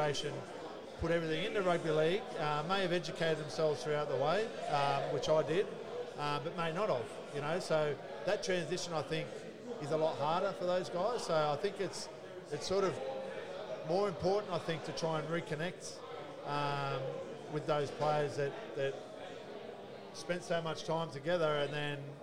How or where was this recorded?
busy venue